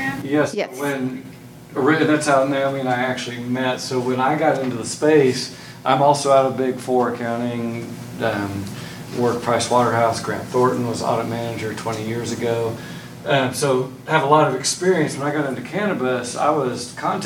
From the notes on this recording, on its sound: Todays podcast is the first part of our talk at the Cannabis Collaborative Conference back in January